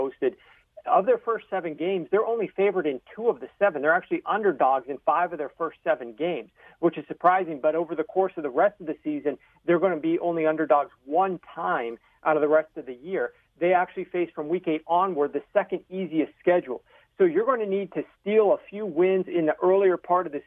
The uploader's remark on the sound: phone call